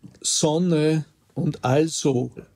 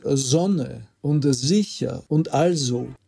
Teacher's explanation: das stimmhafte S im Anlaut vor Vokal · Shown in: second take · Also die österreichische Standardsprache würde einfach sagen Sonne und also.